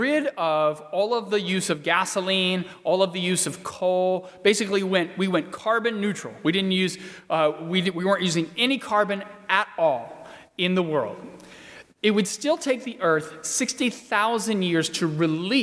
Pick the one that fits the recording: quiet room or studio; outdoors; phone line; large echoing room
large echoing room